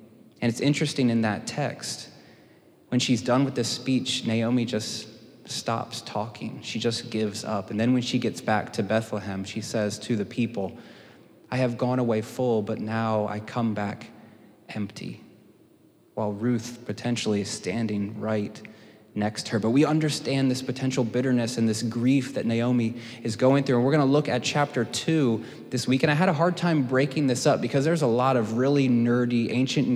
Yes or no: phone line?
no